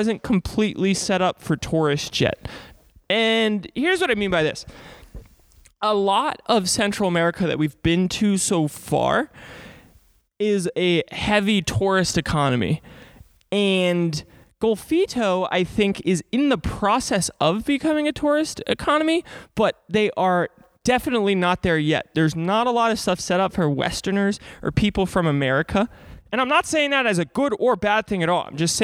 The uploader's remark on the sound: broadcasts live from a church